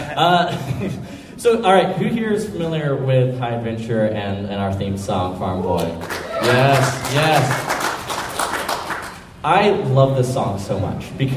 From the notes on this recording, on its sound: Celebration Orlando Live Show. This episode, it’s our live show from Celebration Orlando!